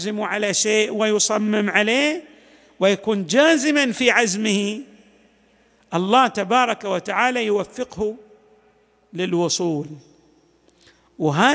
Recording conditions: large echoing room